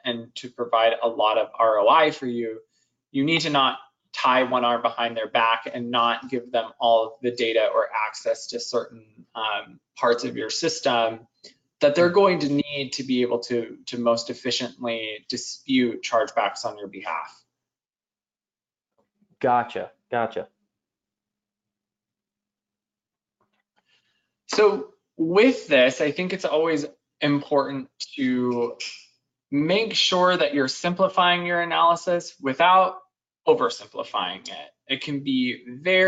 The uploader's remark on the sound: Webinar Replay – Audio from an earlier webinar with experts from Chargebacks911 and Redbridge. Webinar Replay – Audio from an earlier webinar with experts from Chargebacks911 and Redbridge.